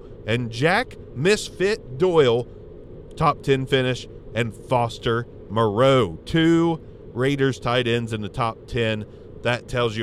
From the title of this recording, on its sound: In The Car